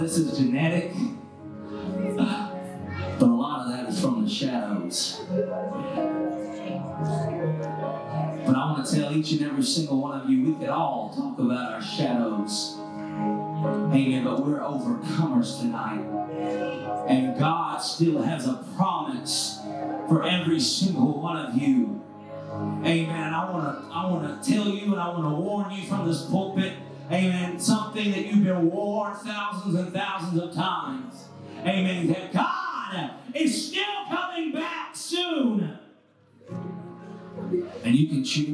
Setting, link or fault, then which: setting, large echoing room